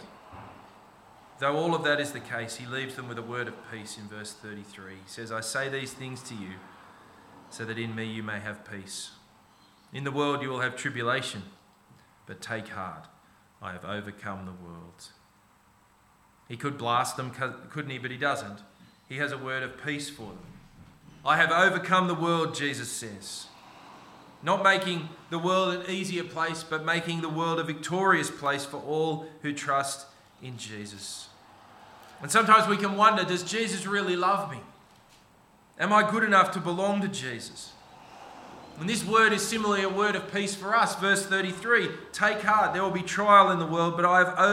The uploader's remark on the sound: This sermon was preached on 19 November 2023 at all services of Helensburgh and Stanwell Park Anglican Church.